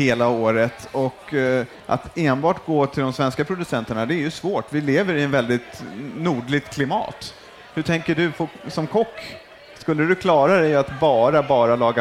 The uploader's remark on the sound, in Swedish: På scen på Farmers Market